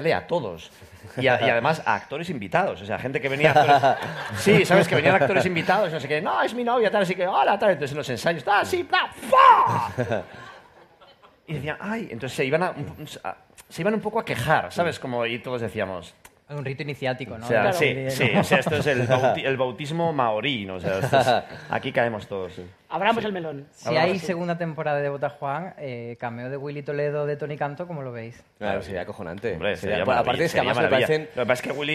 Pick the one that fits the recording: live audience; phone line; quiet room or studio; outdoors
live audience